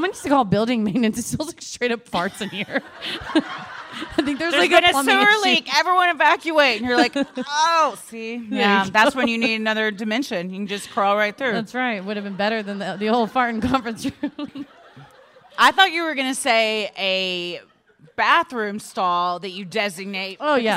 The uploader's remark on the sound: Recorded Live at Wiseguys, Salt Lake City.